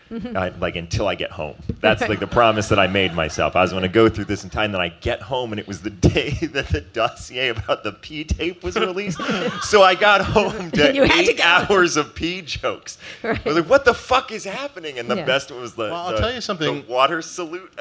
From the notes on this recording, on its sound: (Live at SXSW). Speaking in front of a live audience at South by Southwest.